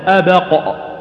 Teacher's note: هنا ساكن ولا متحرك والقاف كذلك لا بد تنطقها مقلقلة لكنها لو وقفت عليه قلت أبقى زادت القلقلة